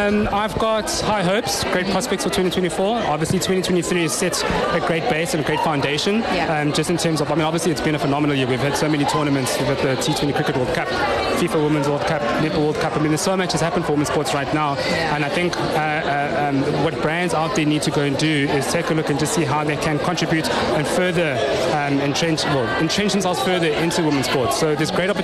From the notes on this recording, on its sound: OUTSIDE BROADCAST